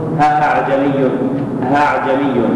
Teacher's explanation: والتسهيل عند بعض أهل الأداء قد يشوبه هاء